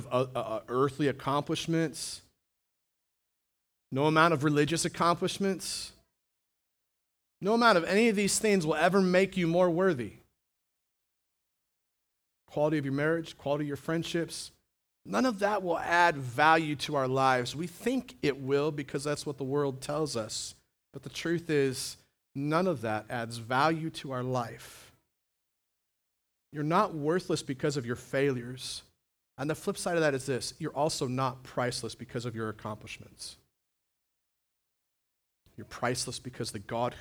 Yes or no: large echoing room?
yes